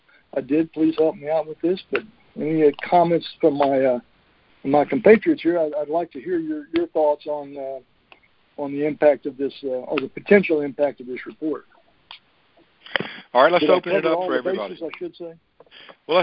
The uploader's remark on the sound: Monthly Conference Call